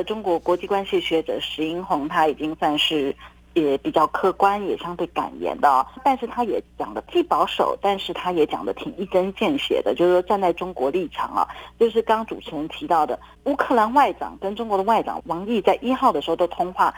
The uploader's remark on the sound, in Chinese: 連線訪問中央社駐上海記者